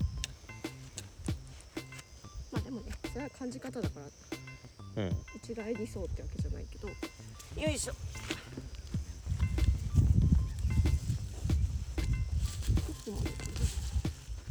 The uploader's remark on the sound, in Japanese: 今週は、芋掘りがてらの収録。